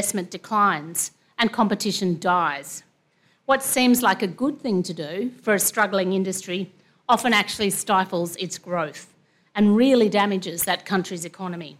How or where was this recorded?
live audience